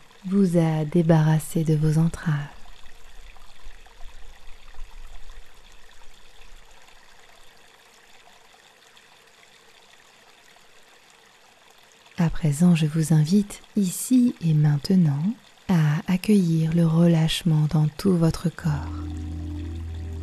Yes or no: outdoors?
yes